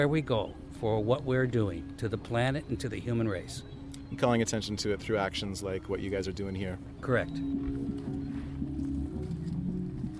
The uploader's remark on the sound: Anti-naval base protest in Gangjeong Village. Live music from Gangjeong's Peace Market held last June outside the base construction site.